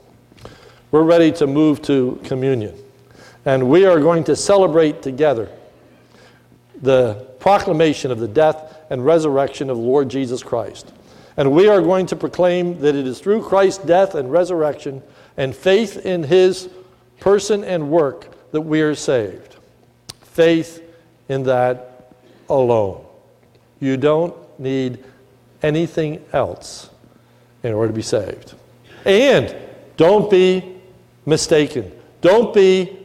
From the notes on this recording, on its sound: This is a sermon recorded at the Lebanon Bible Fellowship Church in Lebanon, PA. During the morning service. It was a Communion Service.